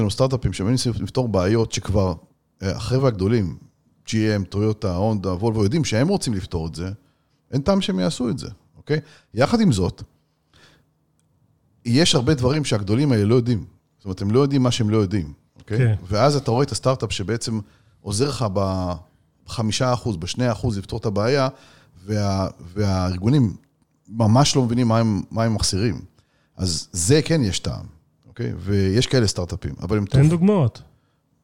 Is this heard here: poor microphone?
no